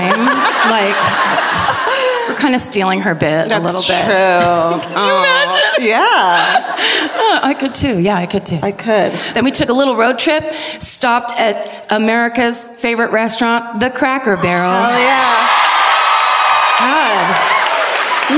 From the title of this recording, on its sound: Live at the W. L. Lyons Brown Theatre in Louisville